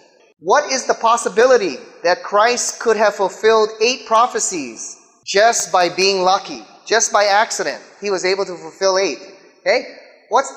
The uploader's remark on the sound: speaks in front of a live audience